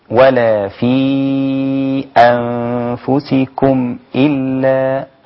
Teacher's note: تحقيق الهمزة يعني لابد أن أوضحها من مخرجها من الحلق، أذهب إلى الحلق وأرجع مرة أخرى إلى الحرف، فتقول ولا في أنفسكم إلا.